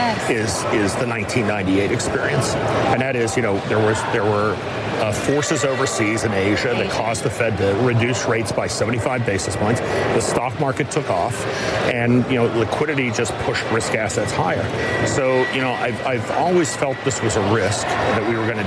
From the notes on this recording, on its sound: live from the New York Stock Exchange